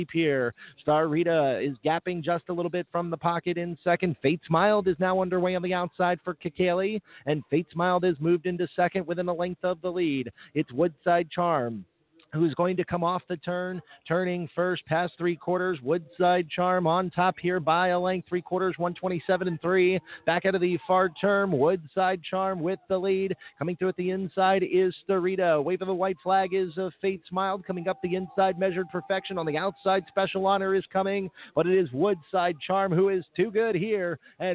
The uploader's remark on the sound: live from Hoosier Park Racing and Casino in Anderson, Indiana